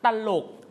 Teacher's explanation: เราไม่ได้ออกเสียงควบใช่ไหมเราออกเสียงแยกกันมันเป็นเสียงสระอะและพยางค์ที่2เป็นเสียงหอนำ